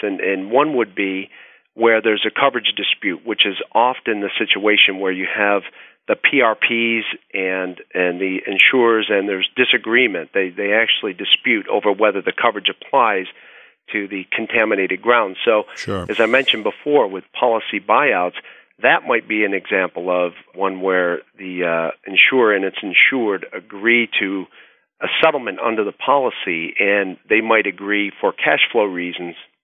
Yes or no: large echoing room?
no